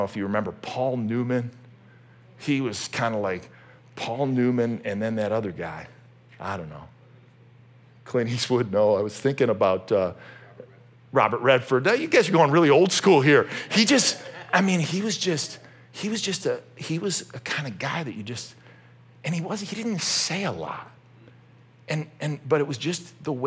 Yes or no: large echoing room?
yes